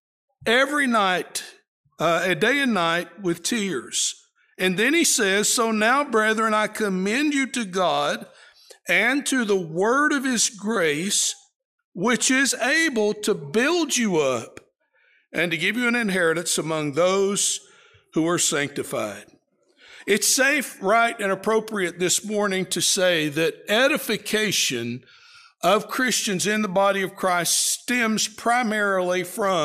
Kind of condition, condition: setting, large echoing room